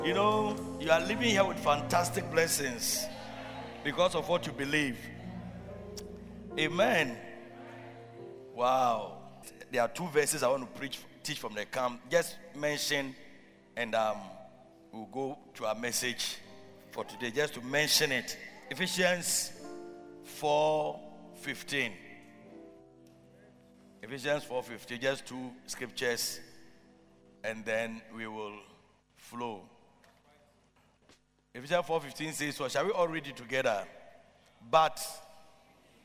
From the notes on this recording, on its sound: Preached at Loyalty House, Abbey, Dahwenya